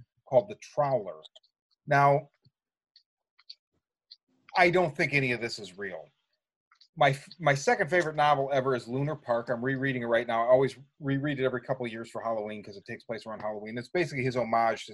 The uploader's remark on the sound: hit Zoom